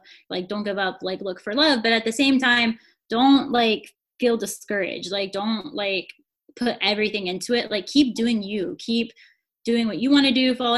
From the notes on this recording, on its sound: Our first Zoom recording episode!